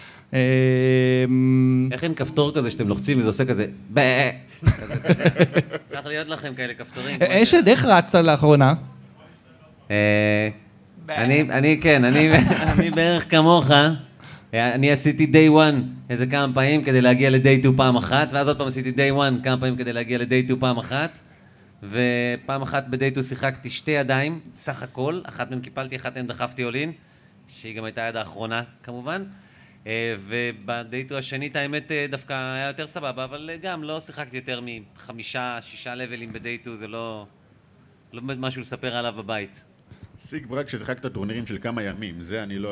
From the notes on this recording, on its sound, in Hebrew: חוגגים 50 מול קהל חי! הוא הוקלט מול קהל חי במועדון ה"האוונה קלאב" בתל אביב.